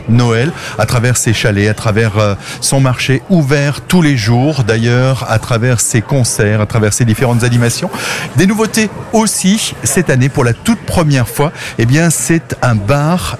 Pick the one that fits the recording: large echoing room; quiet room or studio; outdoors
outdoors